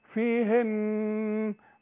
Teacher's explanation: النون اذا وقفنا عليها لازم تغن ما دام عليها الشدة، وعند الوصل برضو اغنى اقول ايه فيهن.